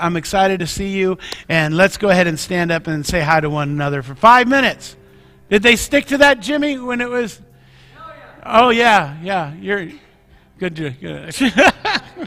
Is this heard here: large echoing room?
yes